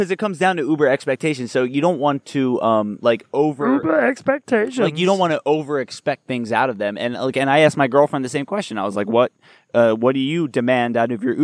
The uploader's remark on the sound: Recording at Lake Eola